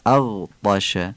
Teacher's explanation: نبر همزه اغطش، غین اغطش رو نرم تلفظ میکنیم، درشته ولی نرمه